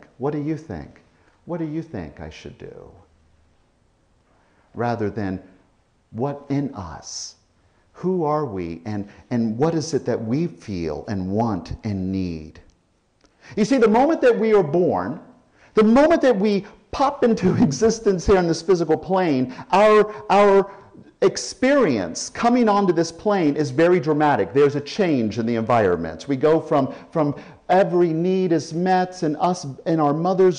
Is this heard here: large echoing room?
yes